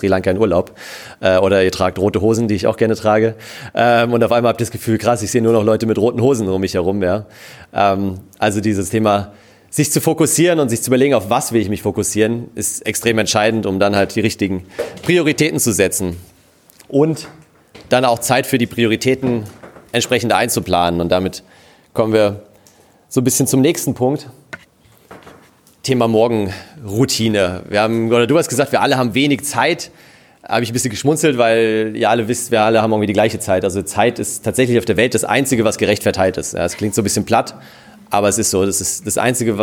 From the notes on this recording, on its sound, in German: In dieser Episode hörst du den Mitschnitt der Keynote. Auf dem letzten Sidepreneur Meetup in München.